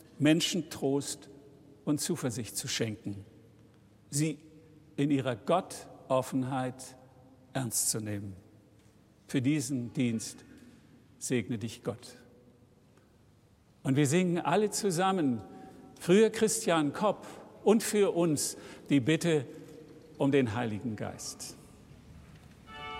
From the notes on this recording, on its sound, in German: Live-Gottesdienstübertragung aus der St. Lorenz Kirche in Nürnberg.